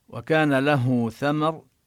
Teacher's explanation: هنا الهاء نصلها بواو ونمد مدا طبيعيا، لأن الهاء هنا وقعت، هذه هاء الكناية وقعت بين متحركين